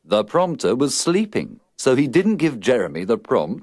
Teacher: Don't pronounce the second P in prompt and prompter.